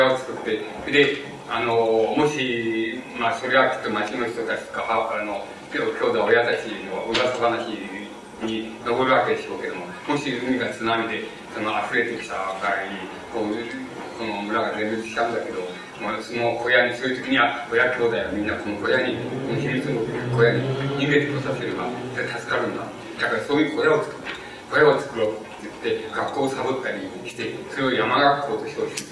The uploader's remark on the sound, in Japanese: 場所：国学院大学常磐松2号館2階中講堂。昭和文学会の春季大会として 行なわれた講演。客席録音のためノイズが入るが 比較的クリアに収録されている。